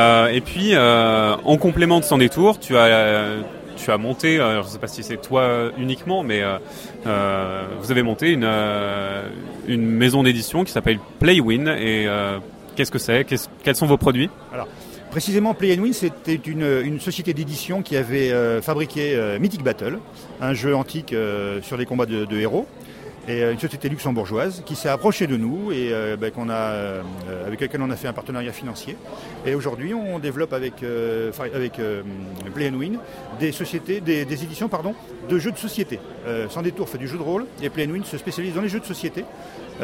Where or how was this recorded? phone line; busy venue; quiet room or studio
busy venue